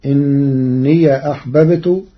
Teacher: قرأ ورش كلمة إني بفتح ياء الإضافة، فتصير إني أحببت والفتح والإسكان في لغة العرب.